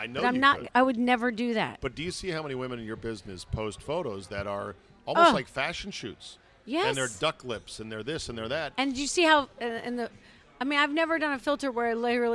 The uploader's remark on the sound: Recorded at DC Prime Steakhouse in Ashburn, VA.